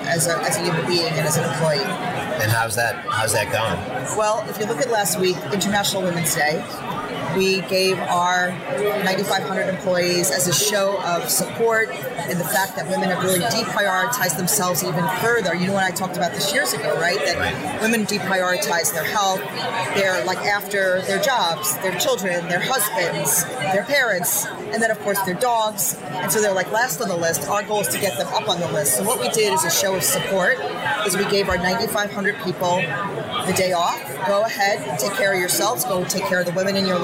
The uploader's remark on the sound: Live at Pharma USA